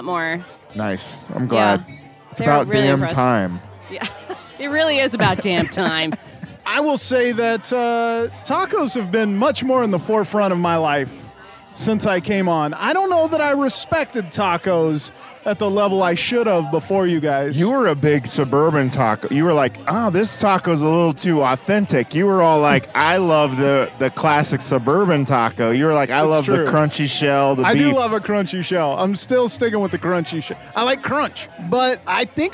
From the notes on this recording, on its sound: recorded their first Holiday Cocktail Party Episode at TikiCat (a Tiki bar in Westport that sadly no longer exists!